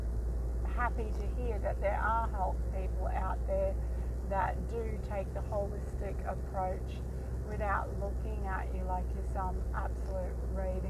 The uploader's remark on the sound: Here is one of my adventures, both on the way and immediately after the meet. I try not to over edit my episodes so excuse back ground noise.